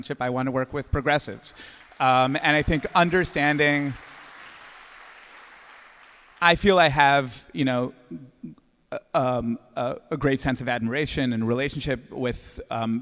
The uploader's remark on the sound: Record a special episode from D.C. Recorded at the conference.